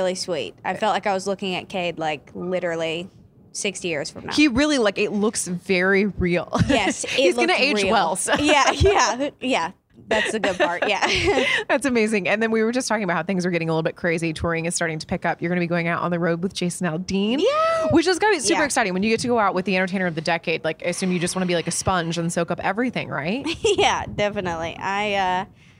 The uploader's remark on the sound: backstage at Audacy's Leading Ladies Live